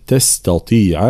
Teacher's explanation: تفخيم الطاء وترقيق بقية الحروف